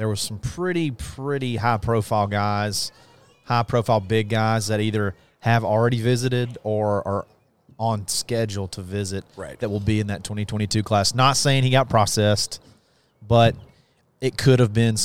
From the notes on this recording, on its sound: broadcast live from Baumhower's in Auburn